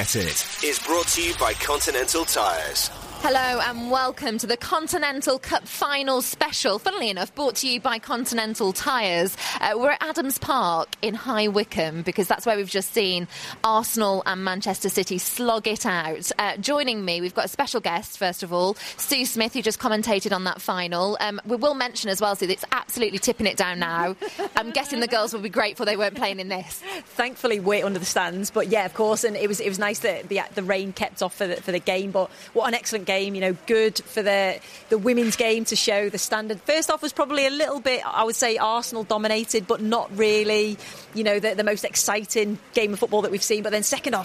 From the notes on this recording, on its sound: Celebrates an action-packed finale to the Women's Super League live from the Continental Cup final.